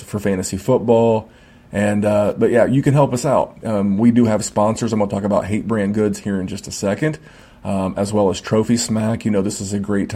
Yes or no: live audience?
no